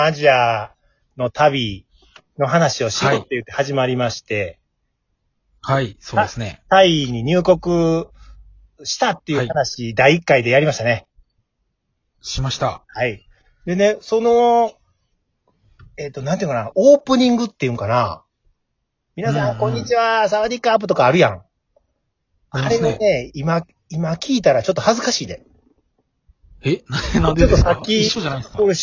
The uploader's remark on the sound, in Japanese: リモート収録に初挑戦！2人組。笑い声あり。